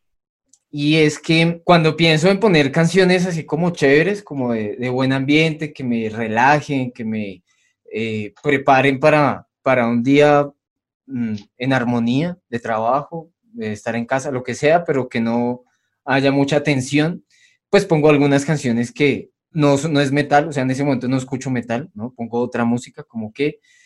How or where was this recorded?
video call